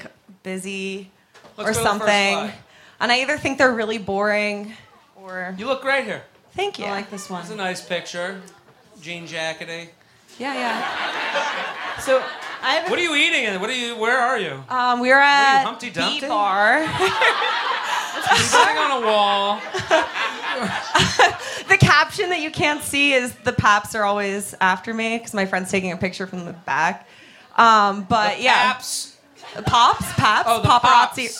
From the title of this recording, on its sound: Live At The Comedy Cellar (10 PM Show)